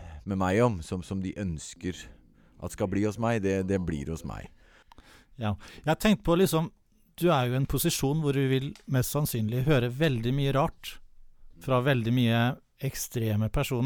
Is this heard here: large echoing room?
no